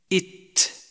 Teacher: تخرج التاء من طرف اللسان مع أصلي الثنيتين العليين مصعدا إلى الحنك الأعلى، أي بالضغط على الحنك الأعلى إت إت، فإخراجها بشكل صحيح يكون بإلصاق ظهر اللسان بأصلي الثنيتين العليين مما يلي الثنيتين إت، وتسمى نطعية نسبة إلى نطع أي جلدة سقف الحنك الأعلى.